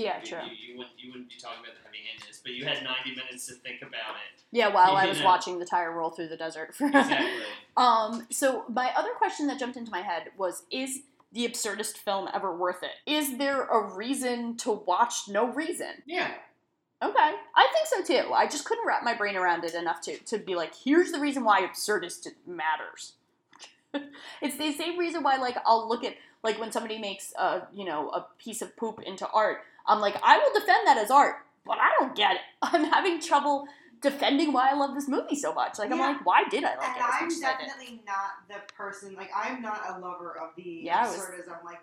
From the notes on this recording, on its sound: Our apologies this week for the audio issues!